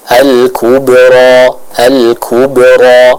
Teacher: Huruf ba yang sukun sebagaimana kita ketahui ia merupakan salah satu huruf-huruf dari hukum qalqalah, sehingga harus ada suara yang dipantulkan dalam pengucapan huruf ba yang sukun tersebut